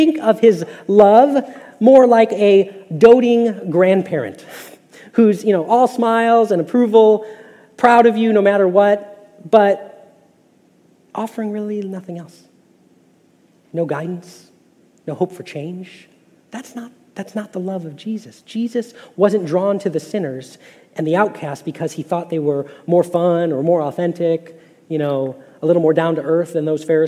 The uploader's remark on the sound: Message Preached at Valley Creek Church